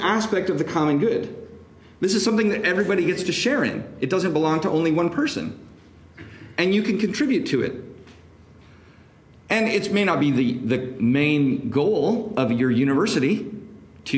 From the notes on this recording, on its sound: This lecture was given on October 27, 2023, at the Thomistic Institute in DC, on Capitol Hill